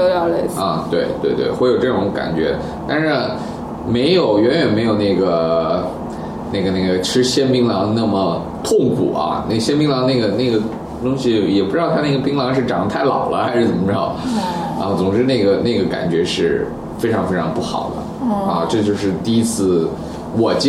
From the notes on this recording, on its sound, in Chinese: 本期节目为在张大妈办公区用录音笔录制，可能有街道上的杂音，请见谅。